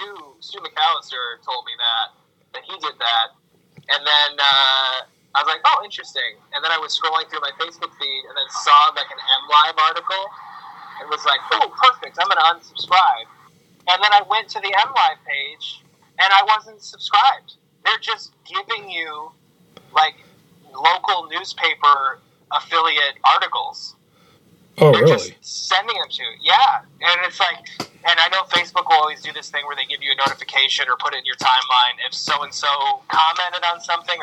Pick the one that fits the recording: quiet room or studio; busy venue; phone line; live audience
phone line